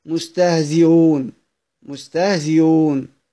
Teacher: تسهيل الهمزة بينها وبين الواو، ليه؟ لأنها مضمومة.